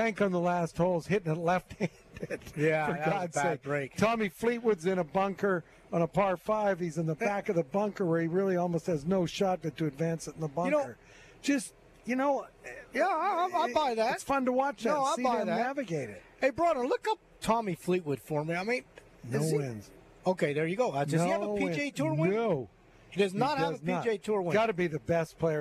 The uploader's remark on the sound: LIVE From Terry Thompson Chevrolet.